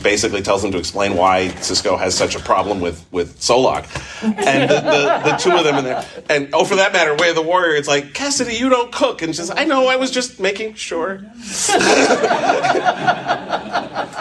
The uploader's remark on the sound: Panel at Farpoint Con 2023